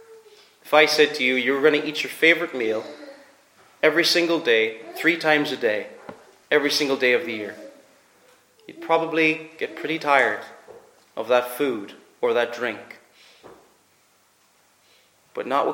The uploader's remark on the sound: Preached at Ayr FCC's Communion.